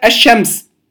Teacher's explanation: اللام الشمسية أولا هي اللام التي لا تنطق، هي لام ساكنة أدغمت في الحرف الذي أتى بعدها فلا تنطق